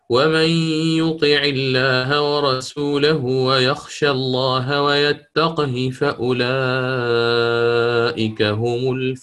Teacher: فتقلقل القاف وتكسر الهاء دون صلة لأن ما قبلها ساكن عند الإمام حفص